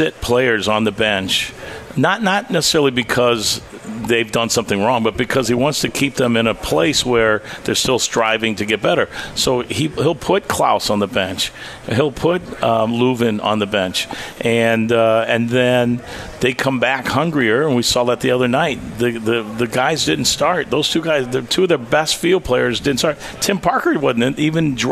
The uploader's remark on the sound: Live at Friendly's